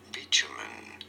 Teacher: There is no T sound here, but rather a ch sound.